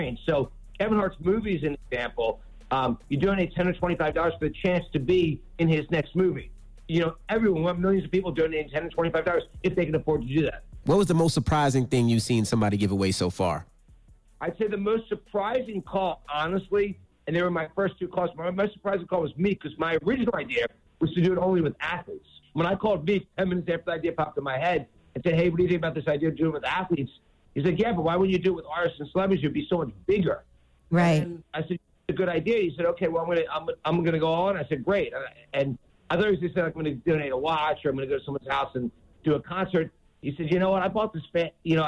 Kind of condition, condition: link, phone line